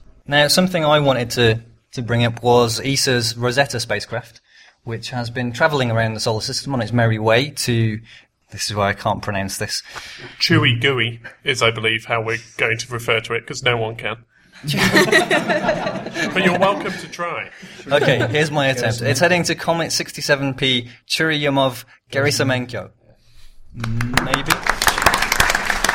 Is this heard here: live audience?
yes